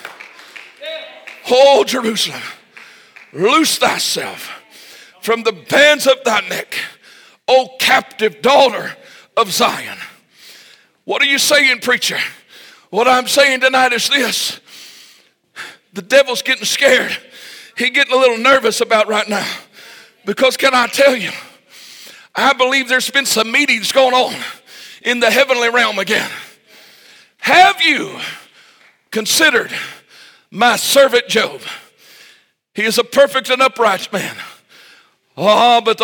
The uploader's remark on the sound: This message was recorded LIVE Sunday Evening April 16, 2023